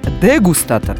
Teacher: почему-то буква «е» не смягчает предыдущую согласную «д»